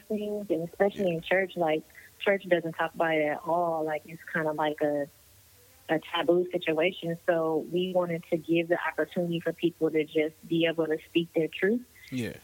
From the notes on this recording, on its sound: We made a phone call. Thanks to a few phone calls, this episode turned out really good.